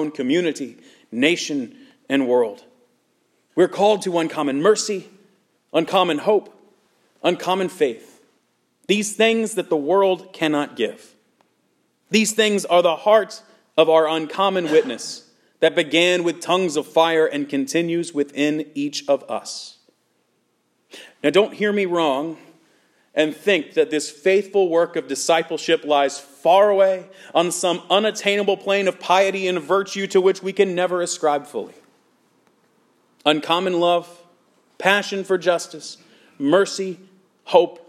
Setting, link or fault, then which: setting, large echoing room